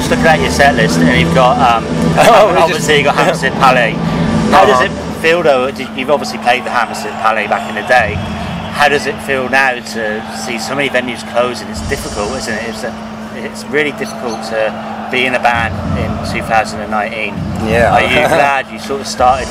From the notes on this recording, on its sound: Interview at Rock The Coast Festival Fuengirola, Spain.